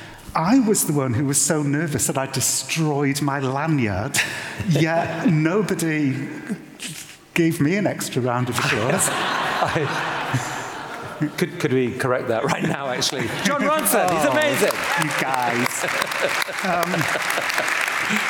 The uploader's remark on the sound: This conversation is a recording of our Intelligence Squared event at London’s Union Chapel. Onstage.